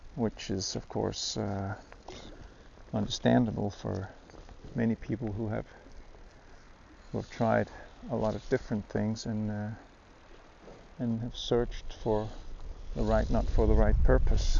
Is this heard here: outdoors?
yes